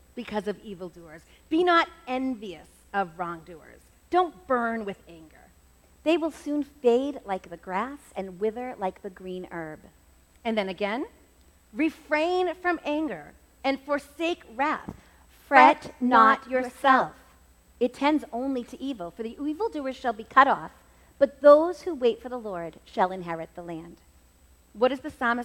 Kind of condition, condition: setting, live audience